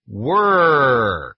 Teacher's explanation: The American has a hard R, and it goes, curl that tongue.